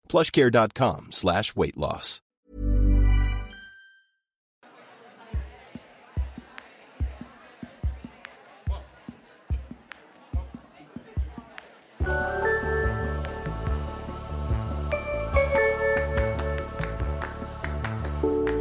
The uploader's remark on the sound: Live on stage at The Wheeler Centre, as part of their Spring Fling program!